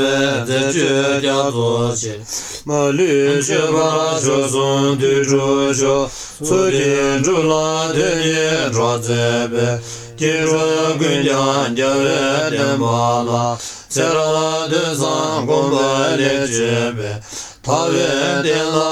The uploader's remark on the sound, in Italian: al monastero di Tashi Lhunpo, Shigatse, Tibet